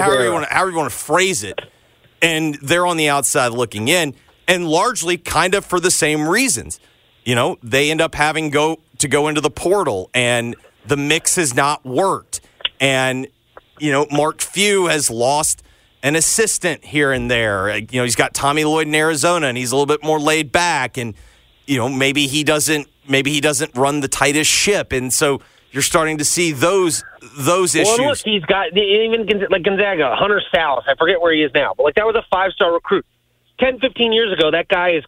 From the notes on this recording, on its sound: via the phone